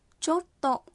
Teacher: Khi phát âm chốt tộ, sau chô, các bạn ngắt một nhịp.